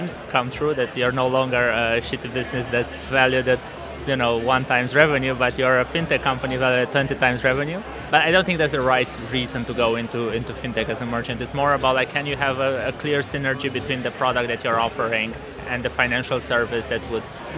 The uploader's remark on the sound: Live from Fintech Talents Festival